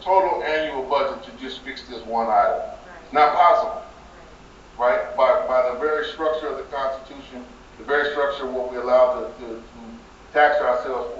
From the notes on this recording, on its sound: session recorded at Socialism 2022